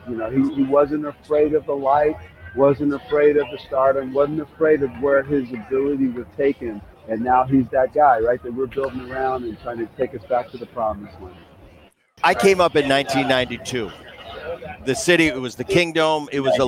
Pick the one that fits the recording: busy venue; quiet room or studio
busy venue